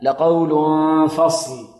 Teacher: فهنا التنوين جاء بعده فاء، يخفى التنوين هنا، يخفى أو يخفى التنوين، والطالب ينتقل من اللام إلى ماذا؟ إلى الفاء مع غنة من الخشوم